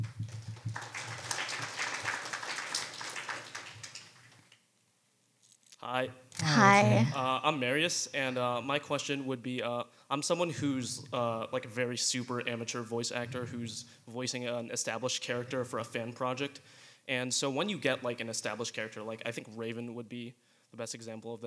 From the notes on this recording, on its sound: As we tend to do - we present one of our classic live comic con panels. Live onstage at Rhode Island Comic Con.